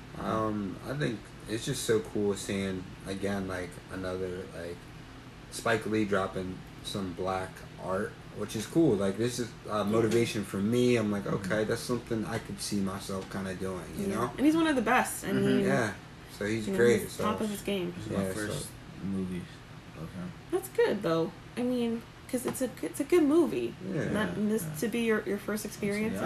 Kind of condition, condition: fault, background noise